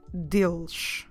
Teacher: Don't forget to drop your last E of the word and make sure you pronounce that last S as a sh sound